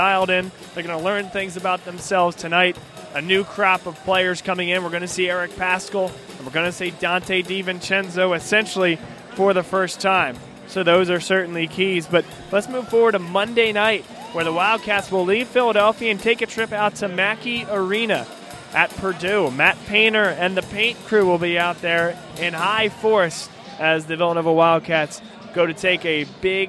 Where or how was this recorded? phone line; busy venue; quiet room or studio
busy venue